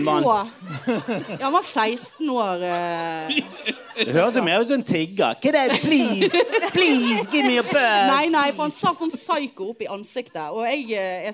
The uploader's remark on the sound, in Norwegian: LIVE på Lille Ole Bull. Rett før jul hadde pikene liveshow.